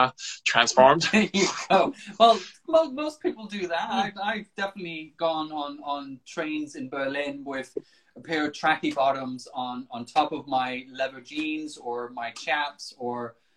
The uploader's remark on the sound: Recorded on 22 August 2020 on Instagram Live